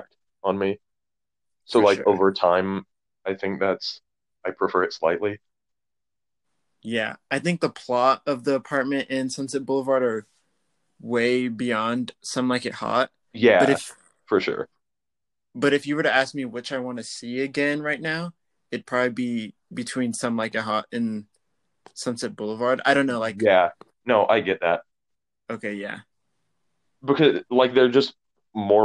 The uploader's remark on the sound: Yet another remotely recorded podcast so it's full of glitches.